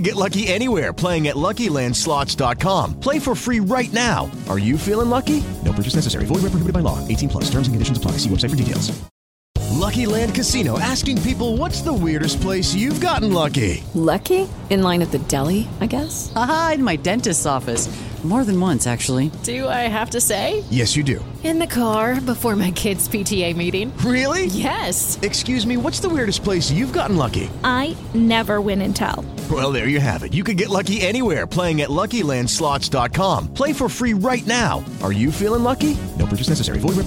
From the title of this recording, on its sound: interview from the United Soccer Coaches Convention